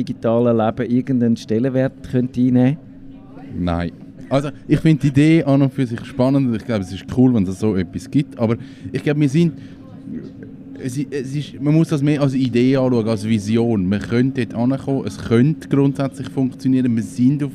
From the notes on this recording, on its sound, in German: Traditionsgemäss senden wir auch heuer wieder von der Rampe, also live und openair vom Theater am Gleis.